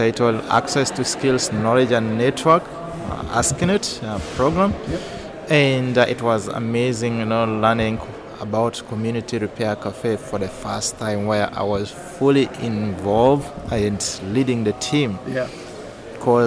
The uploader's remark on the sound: recorded at FixFest in Brussels